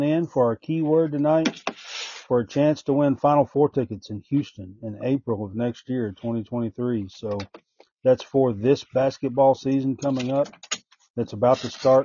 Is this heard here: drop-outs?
yes